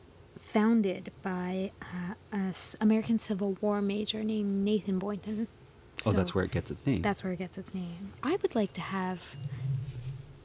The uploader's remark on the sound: We take a walk to the local corner store